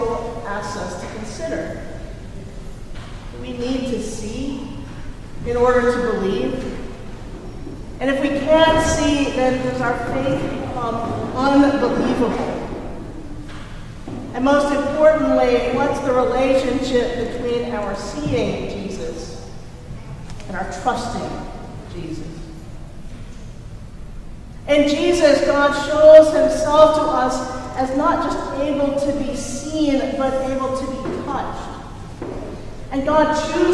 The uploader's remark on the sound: Recorded at Trinity Church in Princeton, New Jersey